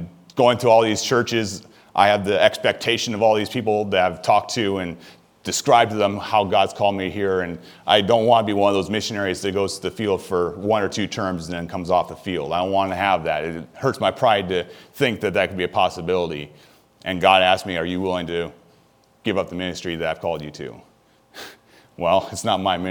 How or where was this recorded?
large echoing room